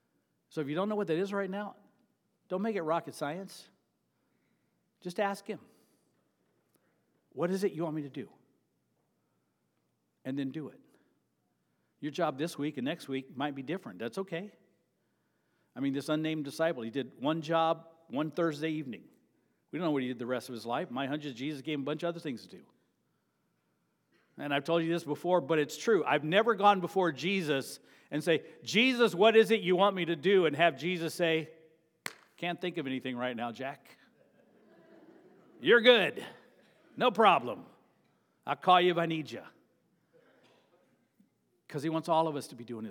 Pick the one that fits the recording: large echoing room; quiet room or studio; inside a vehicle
large echoing room